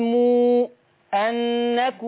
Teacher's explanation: لما تيجي ميم وراها همزة نقول مو أنكم، ونعد ستة برضو